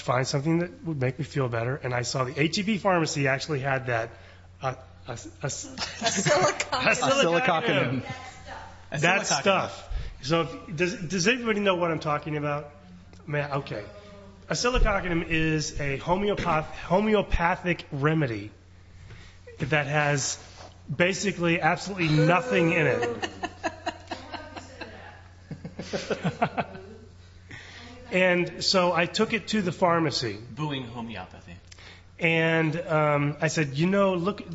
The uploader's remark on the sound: Live recording in front a group of skeptics! Our first live recording.